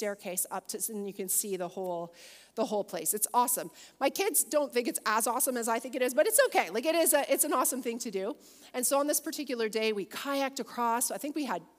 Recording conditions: live audience